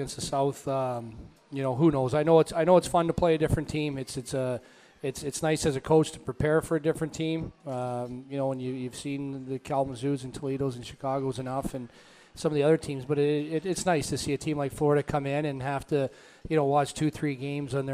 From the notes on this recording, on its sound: LIVE at Gameworks in Newport on the Levee